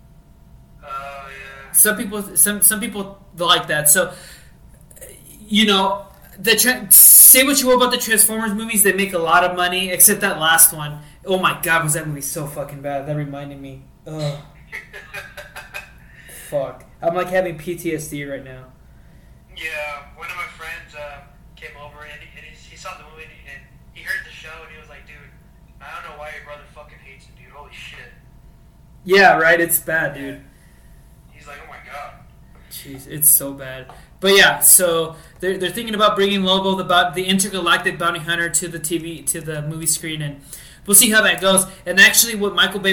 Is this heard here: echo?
yes